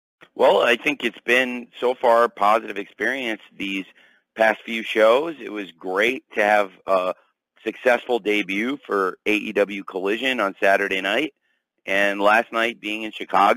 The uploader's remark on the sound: Media Call